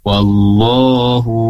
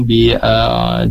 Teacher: Wallahu 2 harokat, sementara a'adaikum itu 4 harokat. Tandanya yang pertama di wallahu fathah berdiri, a'daikum, di situ ada alis bertemu dengan hamzah, maka dibaca 4 harokat.